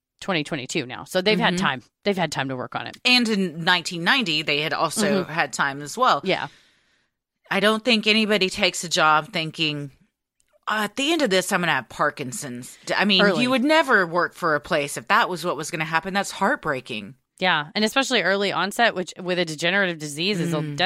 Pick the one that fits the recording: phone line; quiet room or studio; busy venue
quiet room or studio